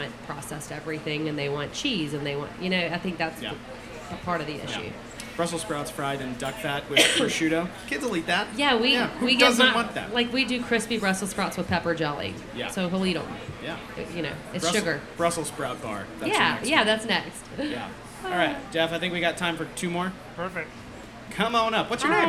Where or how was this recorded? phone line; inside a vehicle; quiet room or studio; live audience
live audience